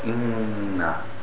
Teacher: The Noon, it comes from the nose as well as the tip of the tongue. It starts at the tip of the tongue and then the air passes from the nose. · Term: wunna